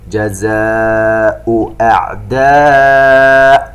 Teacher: مد متصل يمد بمقدار 4 حركات في كلمة جزاء وفي كلمة أعداء، ونوضح الهمزة التي في نهاية كلمة جزاء والتي في بداية كلمة أعداء.